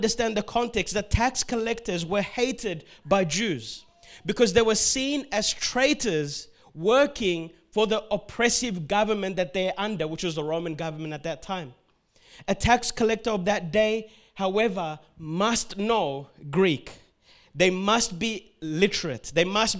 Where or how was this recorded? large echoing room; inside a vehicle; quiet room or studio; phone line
large echoing room